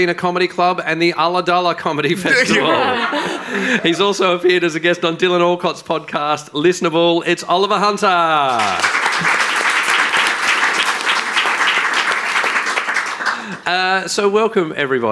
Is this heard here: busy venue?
yes